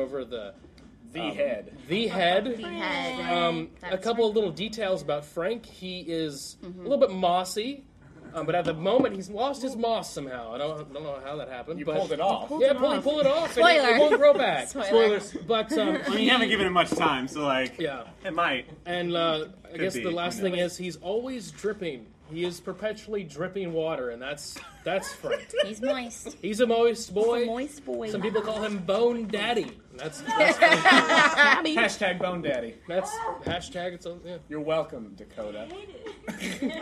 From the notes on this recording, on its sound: WITH A LIVE STUDIO AUDIENCE! Many thanks to Pipeline Collective for hosting The Quest Company's first ever live show!